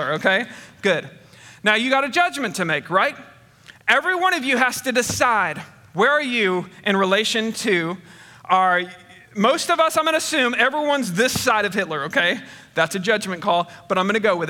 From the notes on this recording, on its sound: Recorded on 8/29/21 at Connection Point Church. Recorded on 8/29/21 at Connection Point Church.